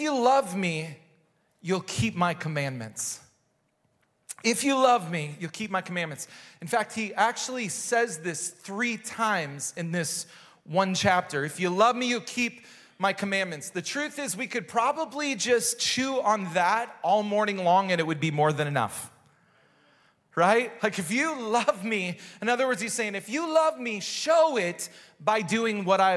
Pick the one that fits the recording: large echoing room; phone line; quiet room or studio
large echoing room